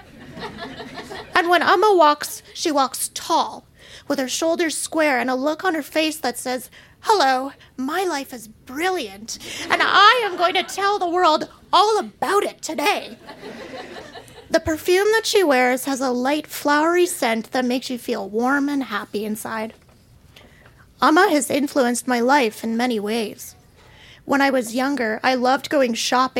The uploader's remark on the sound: Recorded live at Yuk Yuk's in Calgary.